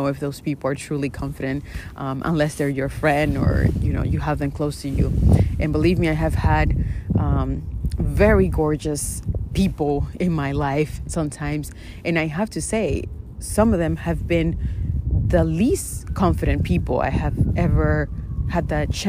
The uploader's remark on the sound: In today’s episode you will hear some lovely wind as I’m out by the water while recording.